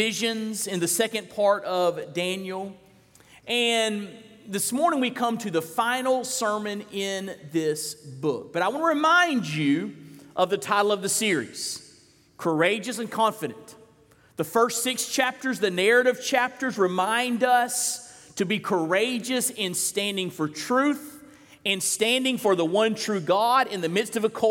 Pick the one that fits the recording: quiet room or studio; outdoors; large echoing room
large echoing room